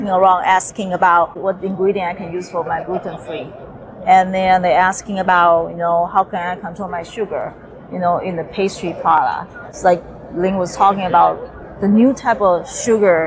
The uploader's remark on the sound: Interviews he recorded live from the show floor. IBIE Trends Roundtable.